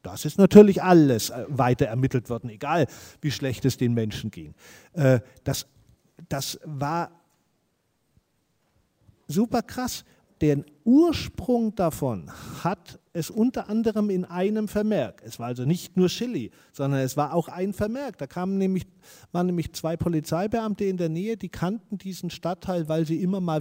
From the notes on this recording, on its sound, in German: Dafür waren drei Expert*innen für eine Podiumsdiskussion nach Göttingen eingeladen. Die Podiumsdiskussion „Die Normalität des rechten Terrors“ fand am 15.11.2019 ab 18:00 Uhr im ZHG der Georg-August-Universität Göttingen statt.